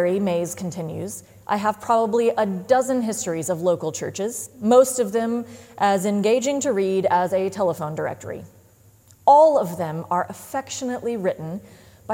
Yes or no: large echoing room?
yes